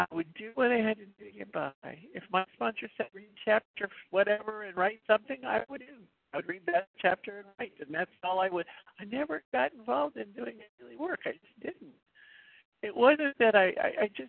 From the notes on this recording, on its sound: the 100 Pounders Phone Meeting